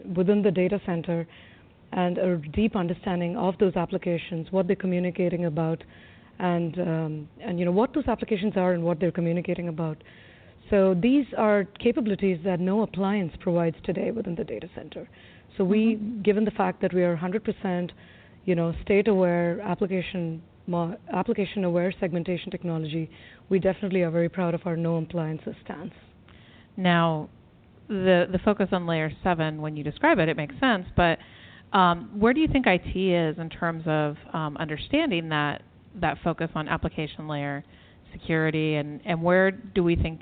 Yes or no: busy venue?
yes